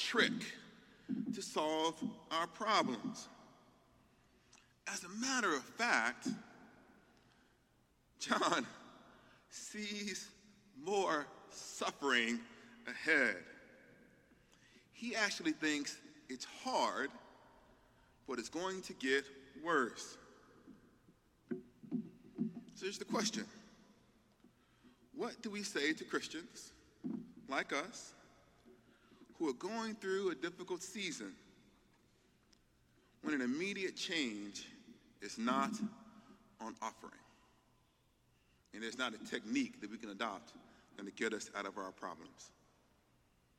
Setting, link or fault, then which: setting, live audience